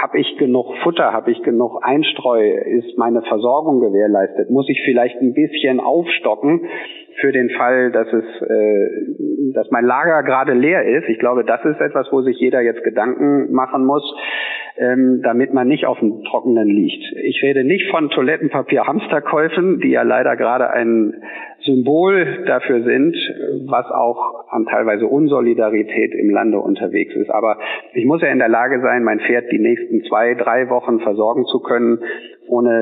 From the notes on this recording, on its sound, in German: Im Telefoninterview